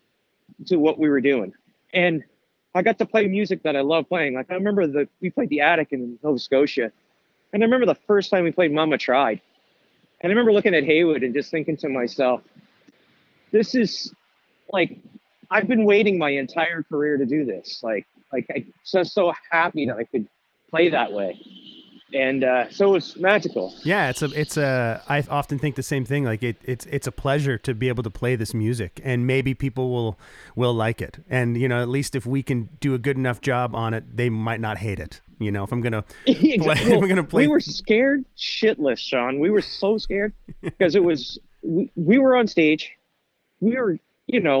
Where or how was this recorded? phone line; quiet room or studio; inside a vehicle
phone line